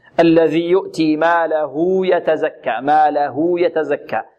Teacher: والها هنا توصل بواو لفظية، ماله بمقدار حركتين · Term: صلتها الكناية